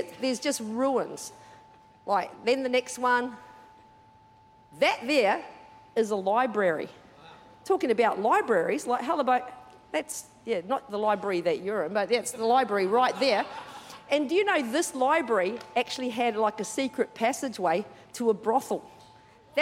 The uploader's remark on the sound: Recorded during our 9am service.